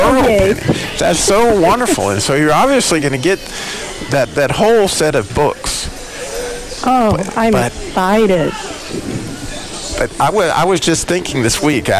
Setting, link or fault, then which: setting, busy venue